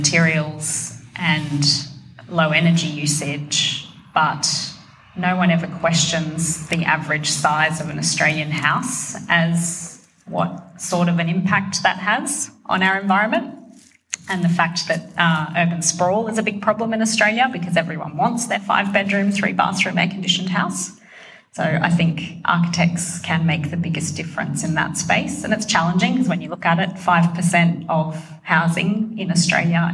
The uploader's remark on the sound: Brisbane Autumn 2021. Live recordings from our much loved Seasonal Salon series.